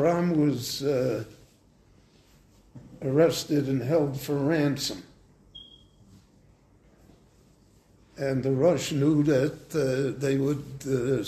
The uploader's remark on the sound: This class was recorded live at Beit Knesset HaNassi in Jerusalem.